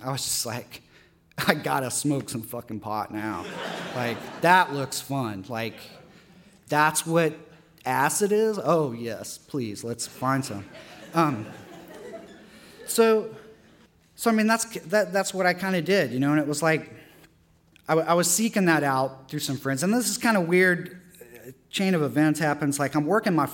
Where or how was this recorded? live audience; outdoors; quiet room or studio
live audience